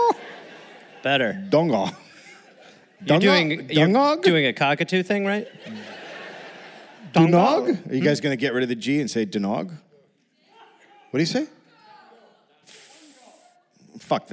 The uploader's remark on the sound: Recorded live in Brisbane.